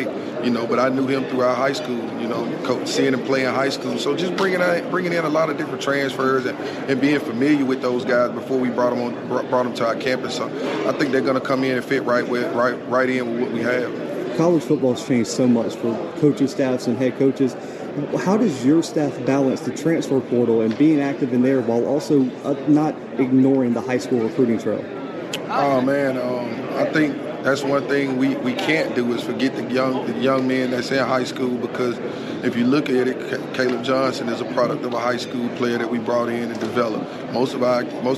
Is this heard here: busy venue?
yes